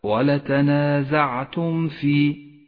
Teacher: حكم الإظهار الشفوي في قوله تعالى: ولتنازعتم في الأمر. ولتنازعتم في الميم الساكنة وبعدها حرف الفاء، تكون الميم أشد إظهارا إذا جاء بعدها حرف الفاء، تظهر من غير غنة أو تشديد